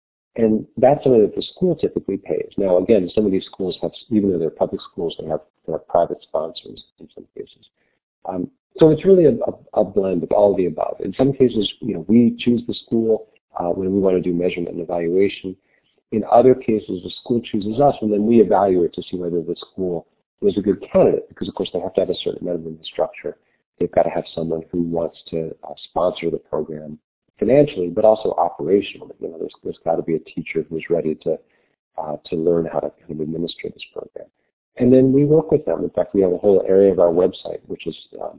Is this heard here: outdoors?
no